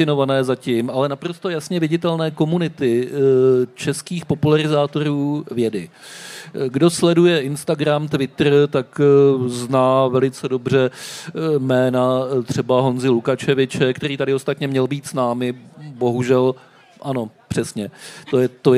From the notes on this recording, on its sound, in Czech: v rámci festivalu Den Evropy na Střeleckém ostrově